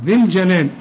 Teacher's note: الياء هنا برضو بتلغى، ذي الجلال، الذال بشبكها مع اللام على طول